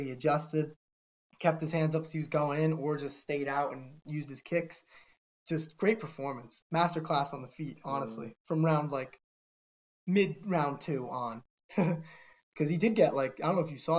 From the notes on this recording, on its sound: We apologize for any audio issues, there were a bunch during the editing process of this one.